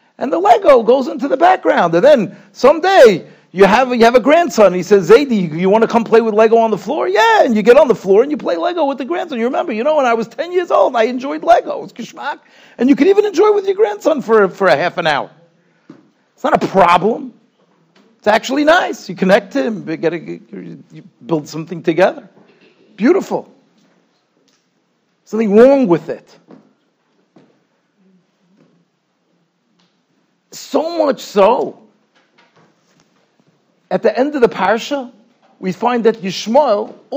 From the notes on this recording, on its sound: Shiur recorded in Yeshivas Ohr Reuven, Monsey, NY.